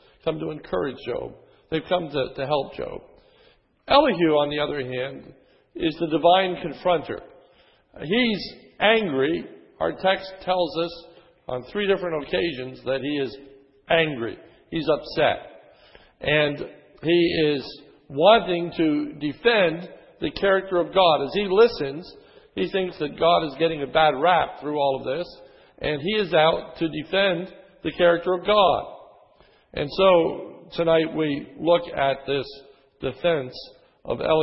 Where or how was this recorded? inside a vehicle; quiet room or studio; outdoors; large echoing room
large echoing room